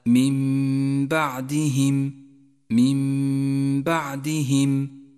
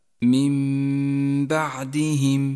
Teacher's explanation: قلبت النون الساكنة إلى ميم لأنه جاء بعدها باء، هذه الميم لونت بالأخضر لأنها تحتاج إلى غنة زمنها حركتان، ولونت النون بالرمادي إشارة إلى عدم نطقها، تقرأ هكذا من بعدهم. · Term: الإقلاب